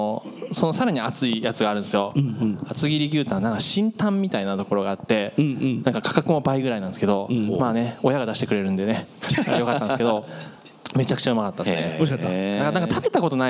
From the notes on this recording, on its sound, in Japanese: 東京・東銀座Another One+にて行われた公開収録。